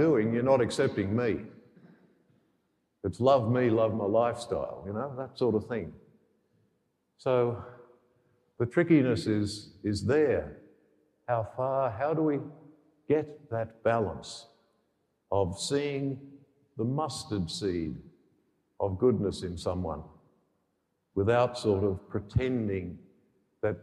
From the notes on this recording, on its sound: The homily for the 11th Sunday in Ordinary Time, Year B, from Sacred Heart Cathedral, Hamilton.